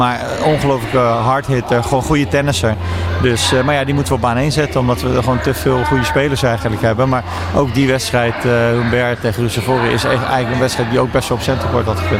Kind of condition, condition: setting, busy venue